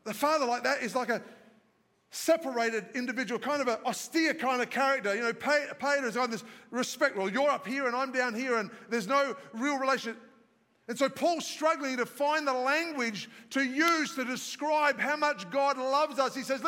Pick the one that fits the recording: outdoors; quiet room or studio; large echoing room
large echoing room